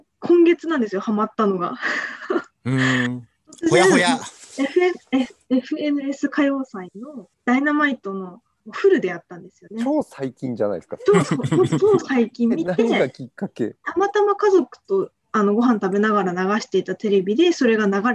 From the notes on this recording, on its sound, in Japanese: 生放送後のZOOM収録のため音質は良くない部分があります。